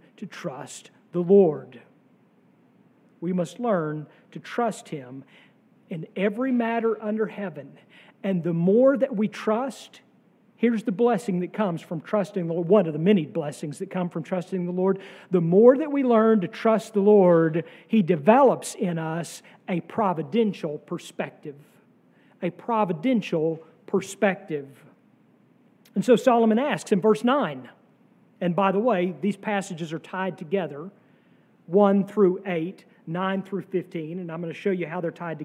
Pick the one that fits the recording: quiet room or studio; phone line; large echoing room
large echoing room